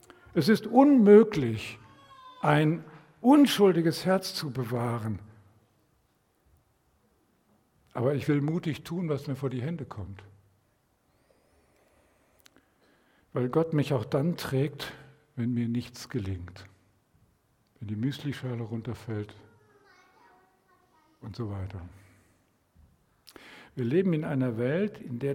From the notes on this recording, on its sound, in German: Predigt im Rahmen des GreifBar+ Gottesdienstes